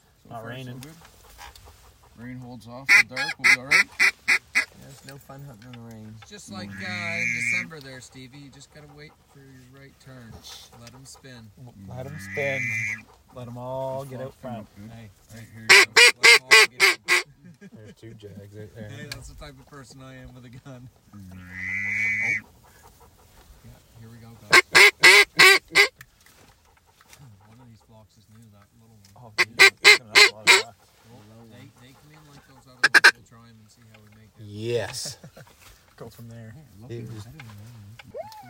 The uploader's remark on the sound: record a podcast live from the blind